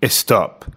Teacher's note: it's really common with words that start in the letter S followed by a consonant for Spanish speakers to insert a vowel before the word. So if the word is stop, you might hear something like stop.